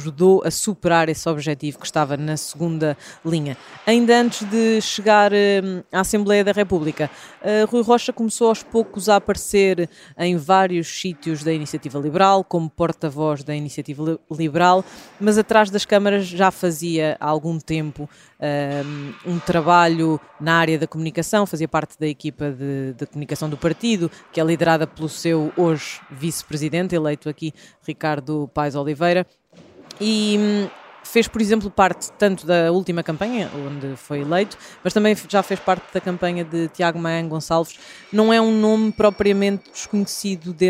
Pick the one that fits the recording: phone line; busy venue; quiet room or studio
busy venue